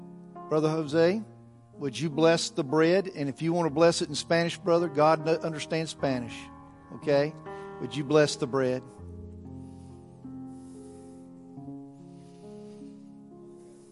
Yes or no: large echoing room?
yes